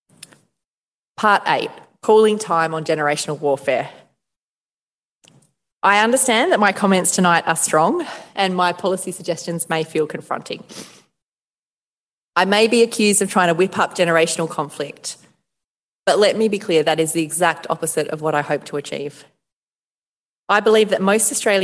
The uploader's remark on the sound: Delivered the annual Giblin Lecture in Hobart last week. A partnership between the University of Tasmania and the Tasmanian branch of the Economic Society of Australia.